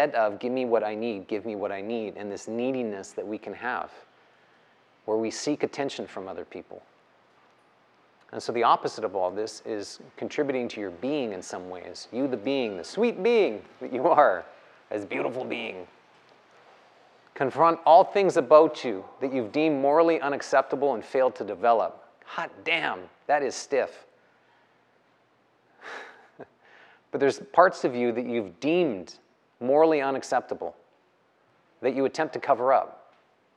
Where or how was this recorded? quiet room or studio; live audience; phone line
live audience